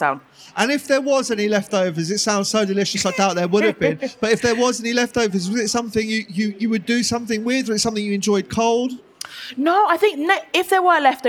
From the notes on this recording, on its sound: Recorded at the BBC Good Food Show